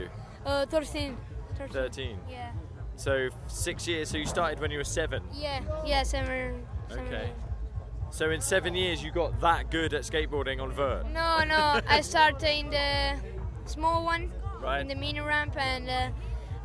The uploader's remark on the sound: I caught up with lots of people over the 3 days I was at NASS, many of them had things to say (when I shoved a mic in their face and asked them questions).